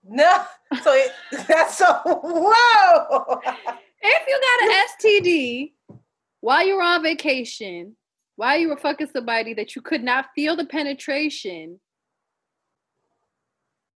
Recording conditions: video call